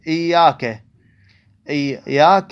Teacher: إياك هنا الياء مشددة، يعني أكو ياءين دمجوهن خلوهن بياء واحدة · Term: شدة